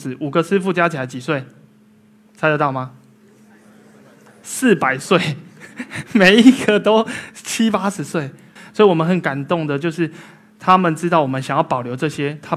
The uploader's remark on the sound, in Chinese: 一席现场